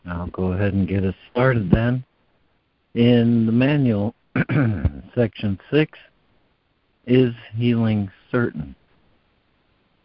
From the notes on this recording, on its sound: ACIM Daily Conference Call.